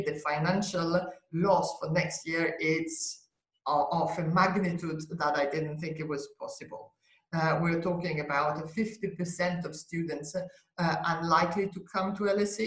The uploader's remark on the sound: This podcast is a recording of the NORTIA webinar.